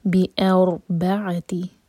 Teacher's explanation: را ساکن ہیوی ہوگا کیونکہ اس سے پہلے ہے فتحہ